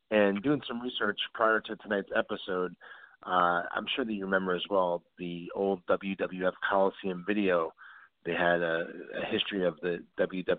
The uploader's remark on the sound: we take your calls LIVE on the air!